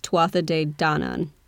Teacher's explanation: the emphasis is on the Don